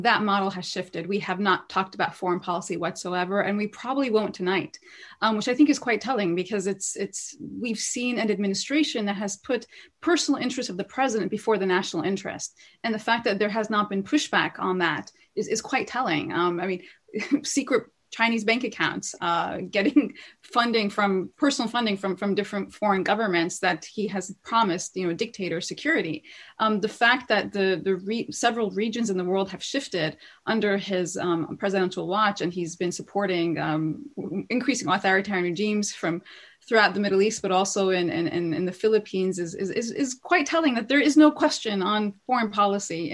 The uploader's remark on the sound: The New Arab Webinar Series